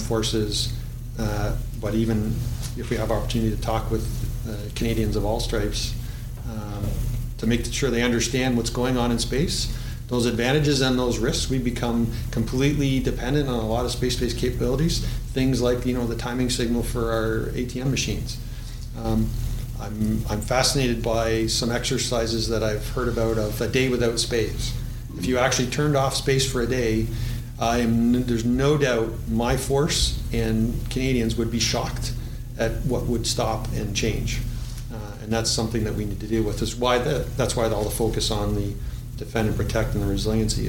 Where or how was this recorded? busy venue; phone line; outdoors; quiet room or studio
busy venue